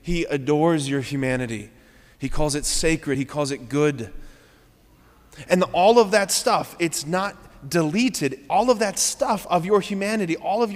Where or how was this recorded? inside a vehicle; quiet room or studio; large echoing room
large echoing room